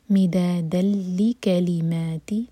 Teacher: مدادن کی تنوین کے بعد لام ہے تو یہاں پر ہے ادغام بغیر غنہ کے، ناک میں آواز بالکل نہیں جائے گی